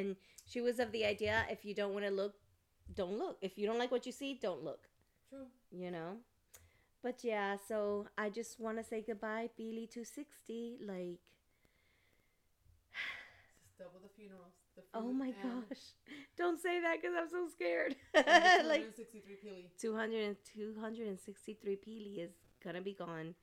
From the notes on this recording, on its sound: PLEASE EXCUSE OUR SOUND WE ARE WORKING ON IT